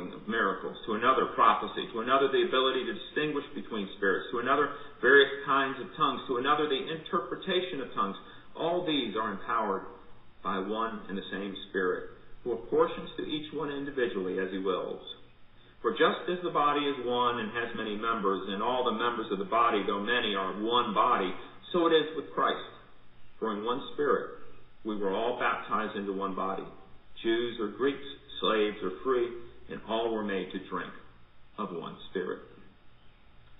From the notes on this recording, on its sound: Recorded at MPPC for worship.